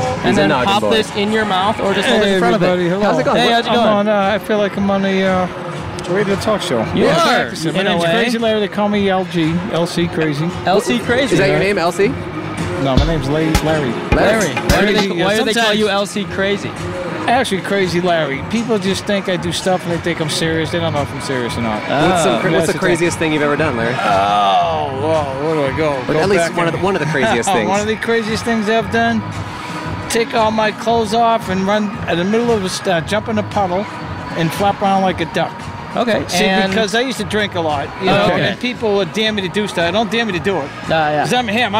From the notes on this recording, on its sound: Recorded at the Fremont Street Experience in Downtown Las Vegas, Nevada.